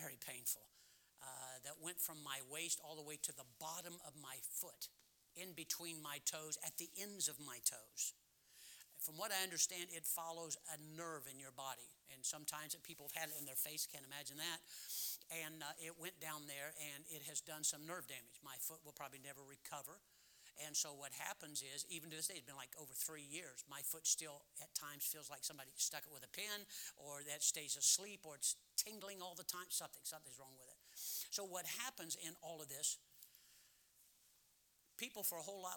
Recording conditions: large echoing room